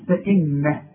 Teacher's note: النون لازم تغن لان عليها الشده، اذا عند الوقف وعند الوصل.